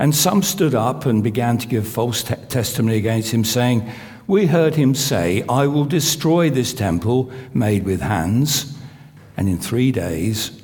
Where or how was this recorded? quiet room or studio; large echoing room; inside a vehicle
large echoing room